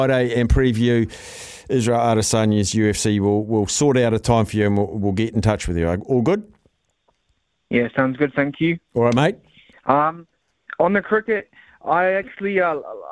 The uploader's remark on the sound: hits the phone and text lines to see what the listeners think